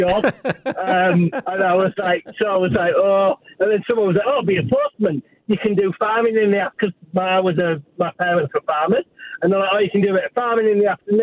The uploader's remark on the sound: Caller of the night